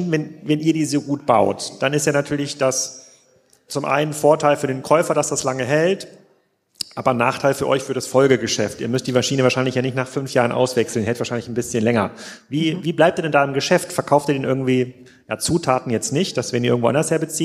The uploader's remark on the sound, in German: Die Folge wurde live aufgenommen im Rahmen des Waterkanfestivals in Kiel.